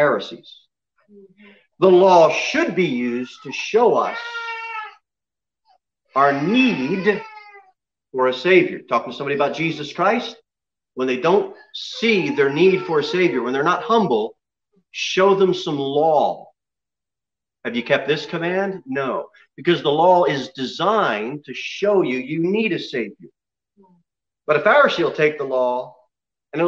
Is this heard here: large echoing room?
yes